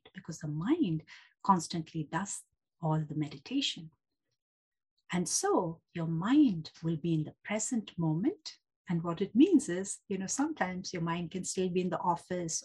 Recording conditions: video call